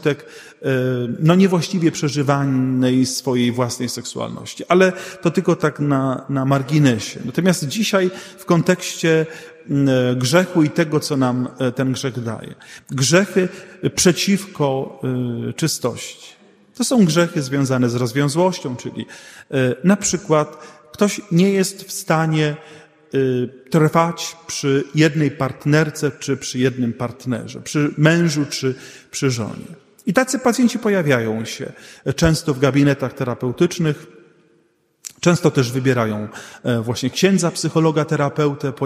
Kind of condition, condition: setting, large echoing room